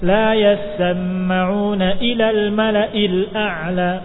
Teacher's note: Perhatikan hamzahnya harus jelas dengan sifat syiddah dan jahrnya.